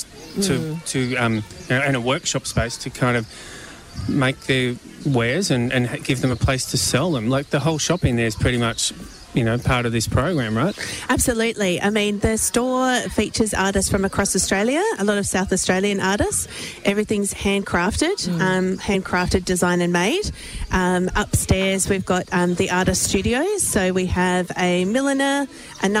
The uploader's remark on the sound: The Wine Show Australia went on the road to the Barossa Valley for a Live 3hr show from the Barossa Cellar.